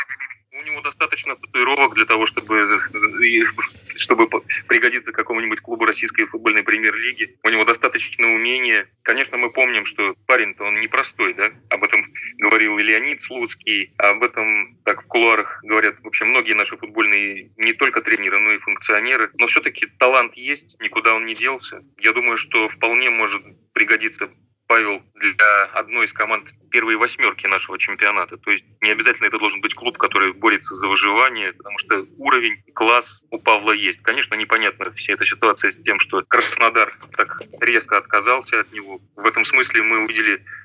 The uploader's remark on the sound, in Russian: присоединившиеся по телефону